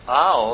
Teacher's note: And when you put together the pathak vav, au, you end up with O. There is a actually bringing together of an A-W sound. It actually becomes a long O.